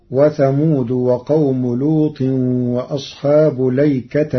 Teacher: قرأ ورش كلمة الأيكة بلام مفتوحة بدون همز قبل اللام وبعدها ونصب التاء